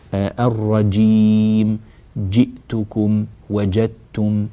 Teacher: الجيم ينبغي أن تكون شديدة يعني الصوت منحبس فيها